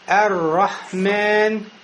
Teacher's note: Говорится харакату тарафиль лисан. Повторение – небольшое колебание, которое возникает у нас в передней части языка · Term: такрор